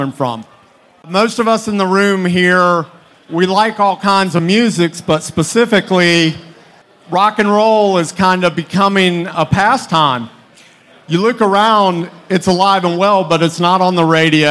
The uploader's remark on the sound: Panel discussion recorded live at Rock n Pod.